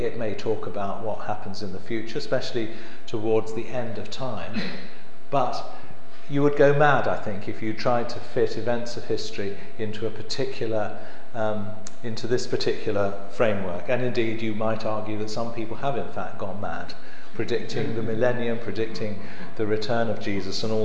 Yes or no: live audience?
yes